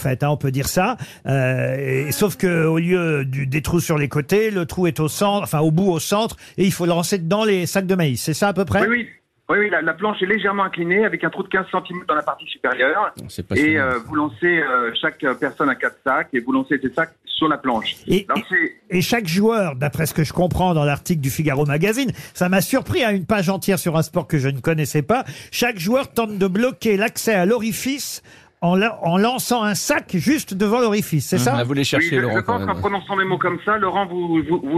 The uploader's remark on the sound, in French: LE COUP DE FIL DU JOUR. Les Grosses Têtes ont eu au téléphone.